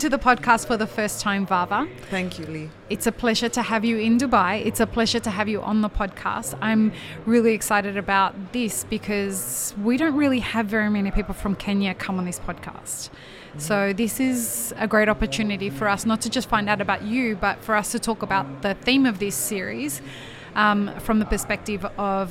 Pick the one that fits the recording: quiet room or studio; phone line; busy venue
busy venue